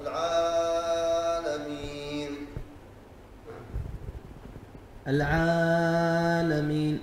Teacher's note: المد أكثر من حركتين بعد حرف العين